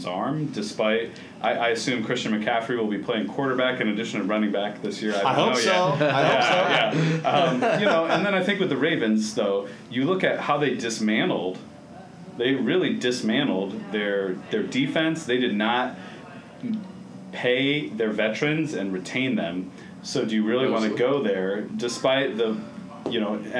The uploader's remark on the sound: we record from Teays River Brewing and Public House